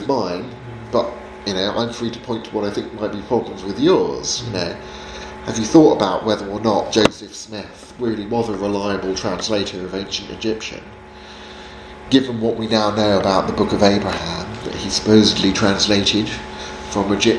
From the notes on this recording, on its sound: Seminar on 'Apologetic in 3D' at Highfield Church Southampton, from a training day for local youth workers in March 2019.